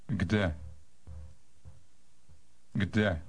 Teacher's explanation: This word begins with a GD sound, a combination we have at the end of the English word hugged.